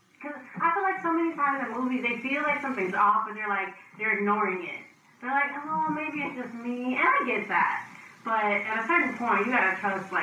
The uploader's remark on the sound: AUDIO MAY SOUND DIFFERENT ON THIS EPISODE.